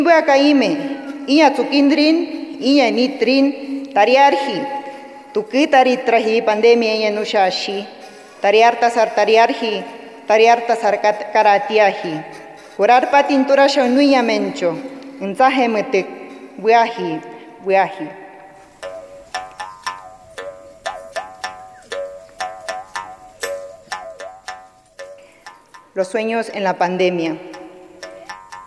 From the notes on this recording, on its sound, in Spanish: Emitió su palabra en el Festival de Poesía en Lenguas de América Carlos Montemayor, llevado a cabo en la Sala Nezahualcóyotl de la Ciudad de México.